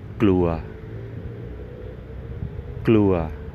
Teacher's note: the starting consonant is a mixture of two consonants, which are G as in gun, followed by L. And this word is going to sound similar to glue in English.